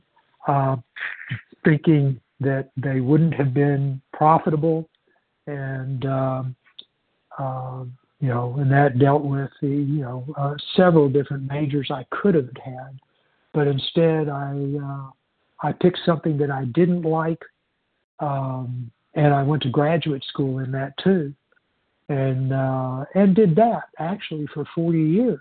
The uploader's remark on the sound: 100 Pounders Phone Meeting